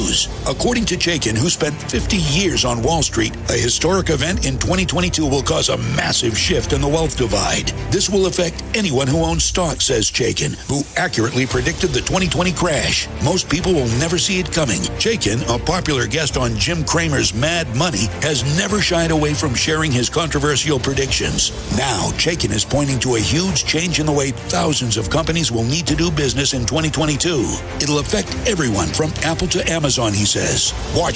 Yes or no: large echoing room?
no